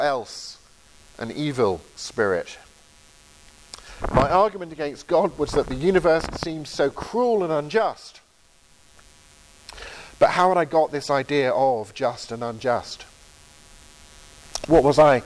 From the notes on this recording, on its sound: Lecture from the October 2023 Veritas Conference in Grimstad, Norway.